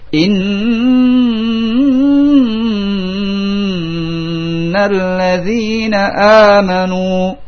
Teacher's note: panjangnya gunnah ini dua harakat